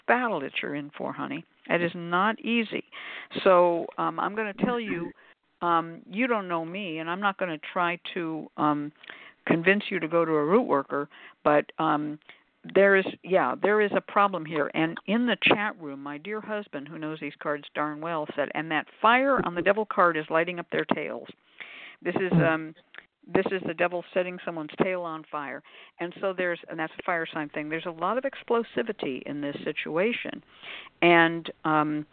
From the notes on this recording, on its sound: a real, live call-in show